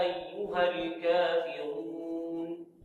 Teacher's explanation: الكاف والفاء حرفان مرققان والراء مفخمة